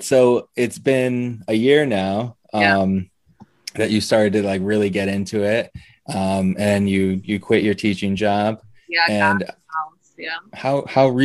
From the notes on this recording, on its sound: Recorded Live on Zoom 5/10/2021